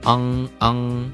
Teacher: 后鼻音的。比如说，安和 ang 这两种分不清。嗯，这个问题的话，我觉得应该你先把这个中文当中的这个前后鼻呢分清一下。首先你读前面这个 ang 后鼻的时候，ang，它发音位置呢比较特别靠后，它这个鼻音的位置，啊，发音位置呢比较靠后一点